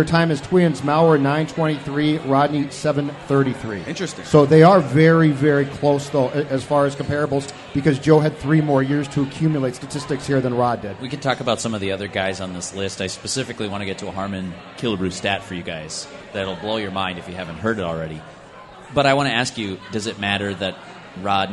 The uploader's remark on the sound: Sit down at Fulton Brewery in Minneapolis.